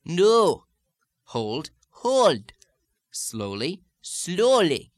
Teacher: A slight sense of oo instead of o.